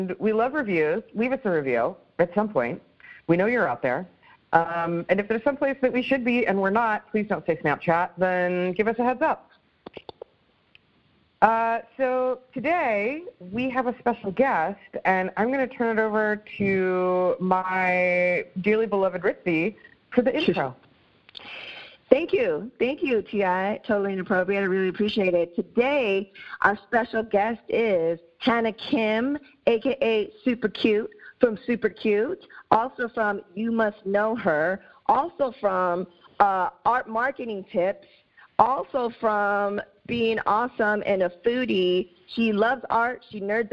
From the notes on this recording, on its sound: Recorded remotely via phone + Zencastr